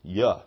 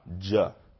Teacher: And J used to be pronounced yuh and not juh.